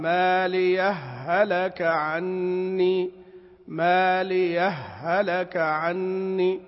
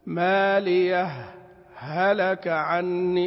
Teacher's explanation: لأنني يجوز لي أن لا أسكت بالإدغام، مالي هلك عني، مالي هلك عني، فإذا وصلت لا بد من الإدغام. ويجوز لي أن أسكت سكتة يسيرة، يعني أظهر الهاءين · Shown in: second take